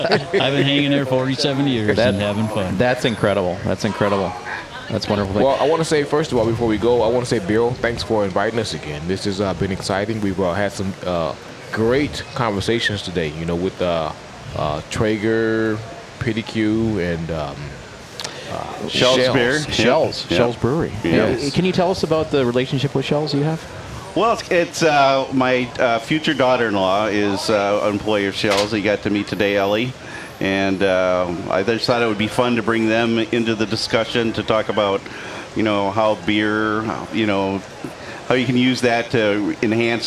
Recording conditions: busy venue